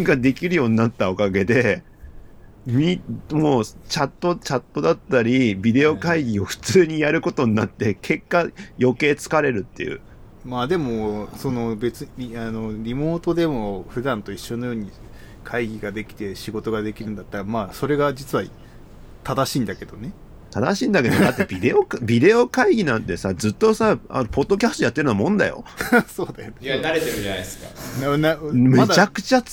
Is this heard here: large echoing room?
no